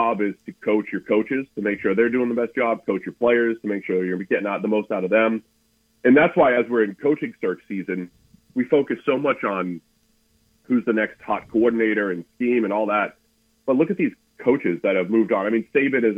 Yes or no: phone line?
yes